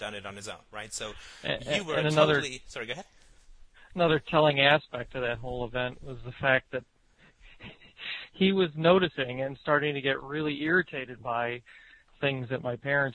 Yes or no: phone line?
yes